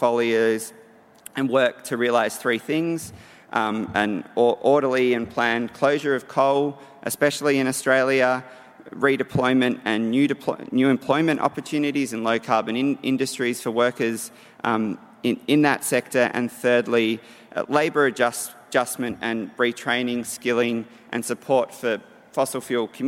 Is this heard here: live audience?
yes